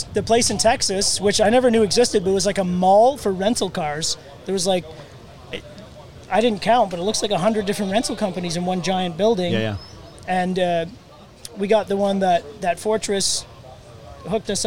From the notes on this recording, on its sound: The podcast was live on location at Steel Sharpens Steel in Mount Pleasant Texas!